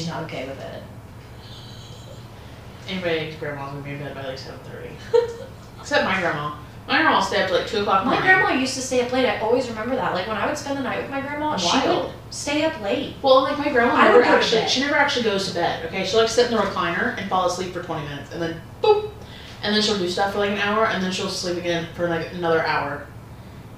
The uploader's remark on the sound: Ran out of storage on my MacBook. If the audio sounds weird its because I had to pull it from the video.